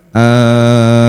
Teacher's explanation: Yang pertama, hamzah dipanjangkan, mim ditasydid, dan ada huruf ya